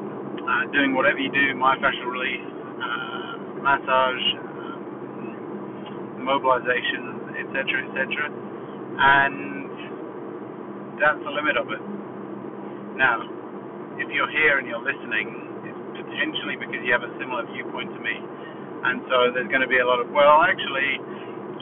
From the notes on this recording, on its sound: Apologies for the audio again